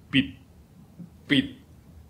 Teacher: In pronouncing this word, you end in a position where you are ready to pronounce the consonant T, · Term: unaspirated T